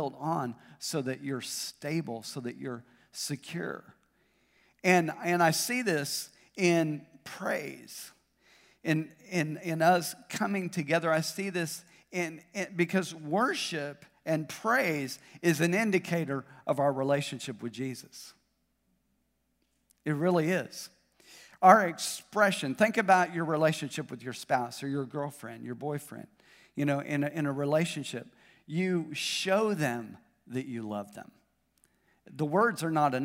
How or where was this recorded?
large echoing room